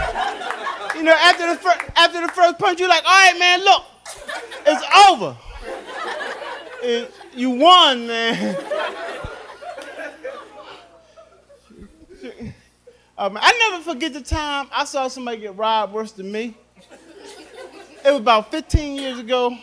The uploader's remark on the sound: Live at The Laff House